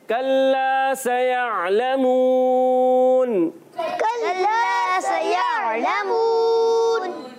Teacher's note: आयन को हलक के दरमियान वाले हिस्से से आयन को हमजा से नहीं बदलना